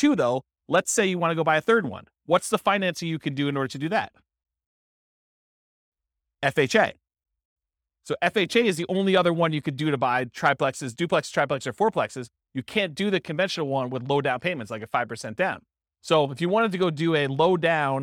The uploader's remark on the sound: This was a live class recorded